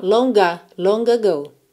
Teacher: Né? Mas na segunda eu uso esse G para ligar na vogal A